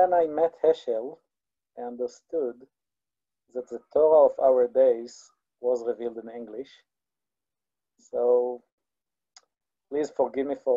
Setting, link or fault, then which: link, video call